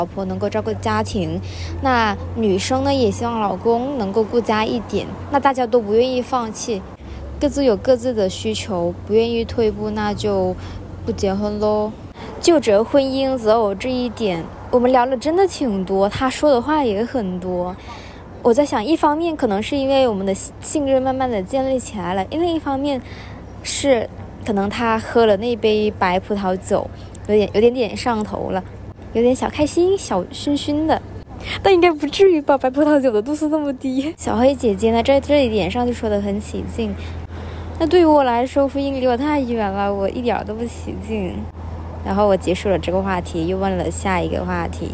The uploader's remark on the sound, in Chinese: 在星巴克录制播客，室内录音很嘈杂。